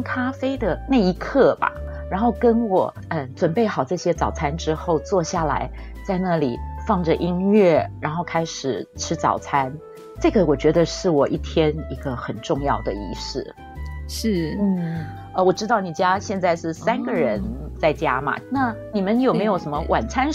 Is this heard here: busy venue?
no